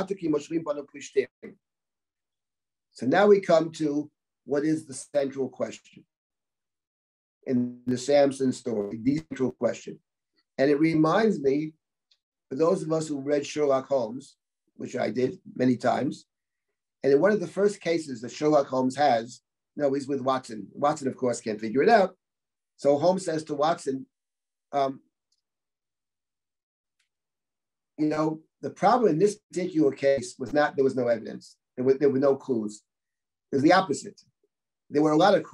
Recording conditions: video call